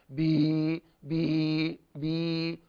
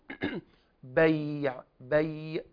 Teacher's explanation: هذه الياء ليست الياء التي تخرج من الجوف بي بي بي، ولكن بيع، بيع من وسط اللسان · Shown in: second take · Term: الياء اللينة